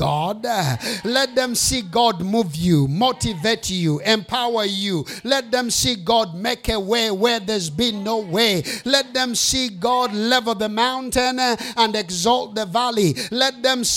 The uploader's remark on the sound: Preached during the Flourishing Life Conference 2023.